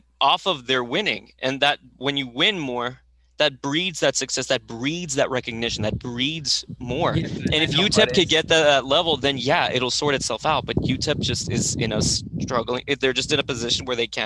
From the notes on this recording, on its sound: sorry if there is some excess sound, I filmed outside and there was some wind blowing